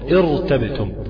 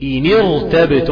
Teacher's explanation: أو سكنت بعد كسر عارض مفصول، يعني أنا بقى لو وصلت، لو أنا بدأت بكلمة ارتبتم مثلا، ارتبتم ده لو أنا ابتديت بيها هبتدي كده بكسر عارض، كسر عارض ده يعني كده هفخم الراء، هقول ارتبتم، ولكن أنا لو وصلتها إنيرتبتم برضو الكسر بتاع النون كسر عارض.